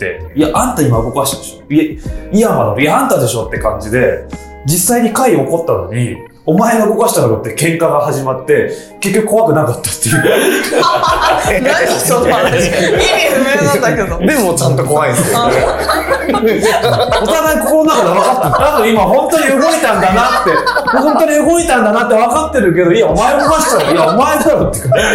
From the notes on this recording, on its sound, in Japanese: なぜか音声にノイズがはいっております